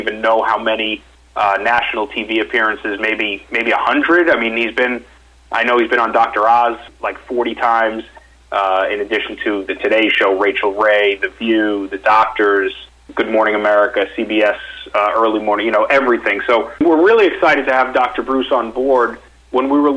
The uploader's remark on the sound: Investor Conference Call with Nightfood Holdings, Inc. (NGTF)